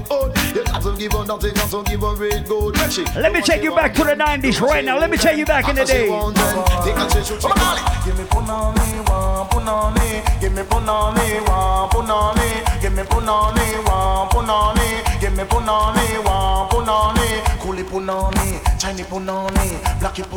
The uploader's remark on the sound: Live audio recording of the 90s vs 2000s party